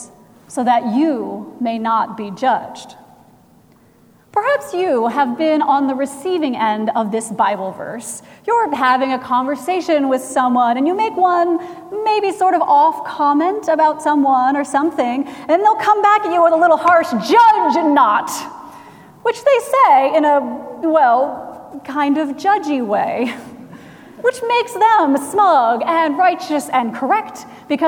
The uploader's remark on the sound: Recorded September 17, 2017 at Trinity Presbyterian Church in Bixby, Okla.